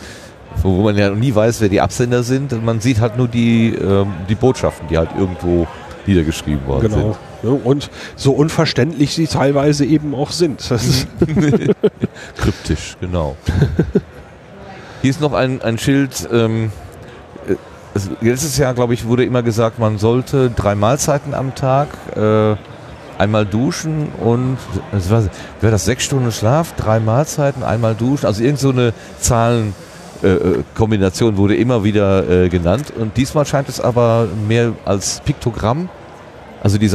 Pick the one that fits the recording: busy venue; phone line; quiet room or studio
busy venue